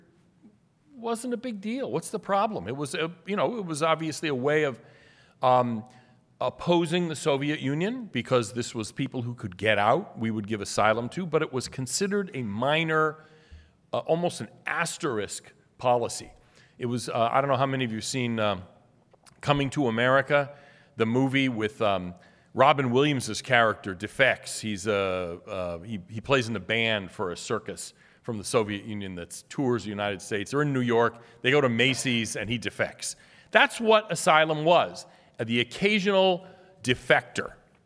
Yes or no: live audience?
yes